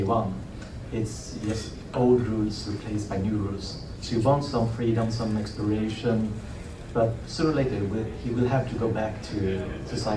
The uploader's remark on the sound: Dragon Con 2023 "Loner vs. Community" Panel. While some minor sound editing was done to make the original recording somewhat easier on the ears, please keep in mind that this was recorded live and therefore the sound quality is uneven at best.